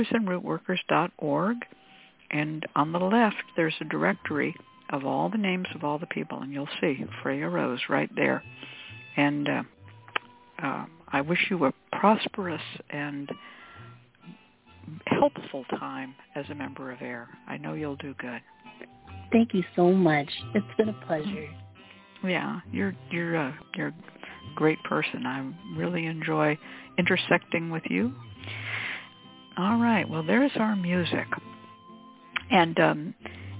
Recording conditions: phone line